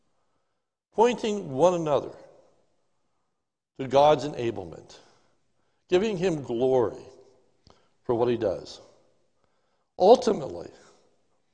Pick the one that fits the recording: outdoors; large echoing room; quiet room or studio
large echoing room